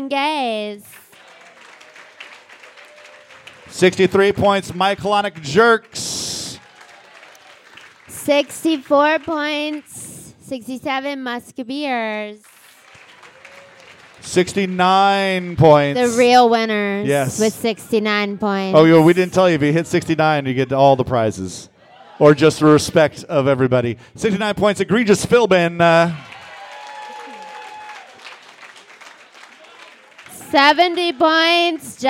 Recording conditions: busy venue